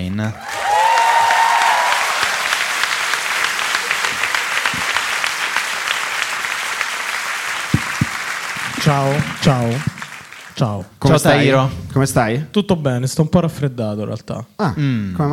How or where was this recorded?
live audience